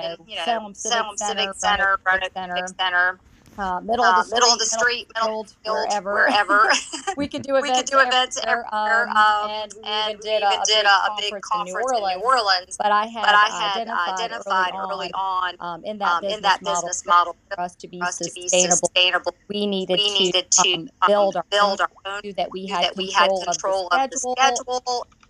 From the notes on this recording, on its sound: Sorry about the echo in the 1st few minutes.